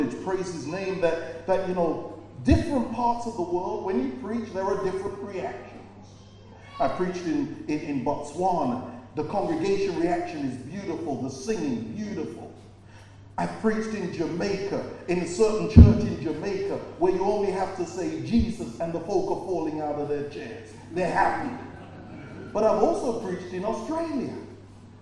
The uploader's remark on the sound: preached at Birmingham Fellowship Church